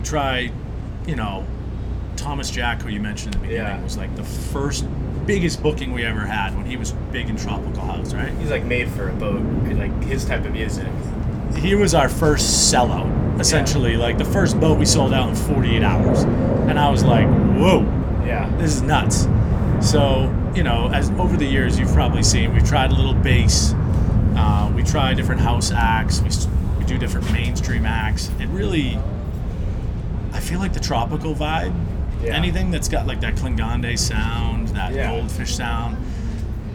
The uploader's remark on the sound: Boston Boat Cruise. The audio of this episode is not the best as we recorded outside on the water with wind and planes flying over head. I did my best to clean it up.